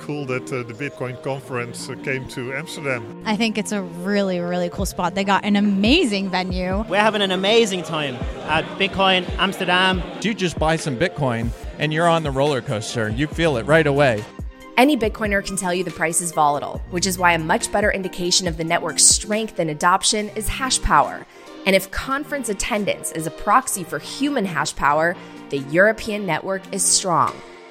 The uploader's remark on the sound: On location at Bitcoin Amsterdam!